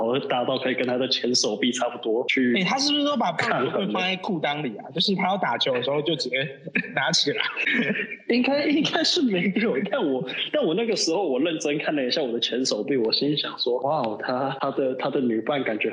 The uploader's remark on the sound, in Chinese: 隔離中沒辦法好好set錄音裝置 音質很差。